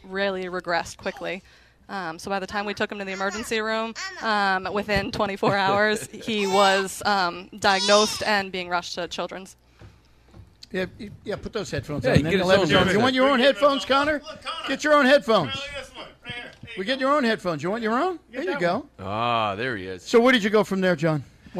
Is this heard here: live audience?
no